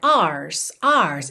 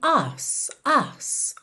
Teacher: Essa expressão, to dance your ass off, ass aqui é uma palavra do inglês britânico, que é A-R-S-E. Como eles não costumam enrolar o R, você não tem tanto aquela pronúncia ars, ars, e sim ass, ass · Shown in: second take